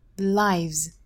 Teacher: 注意元音还是双元音的 i，那后面是 v，z